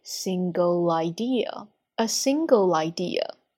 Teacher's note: An idea can transform the world and rewrite all the rules.下面呢，我们来看到今天的箴言当中所出现的单词发音及发音小技巧。首先 A single,它结尾呢是一个 L 的舌侧音，舌尖处要碰到我们的上齿齿根的部分。Single, a single idea. Single 和后面的 idea 可以连读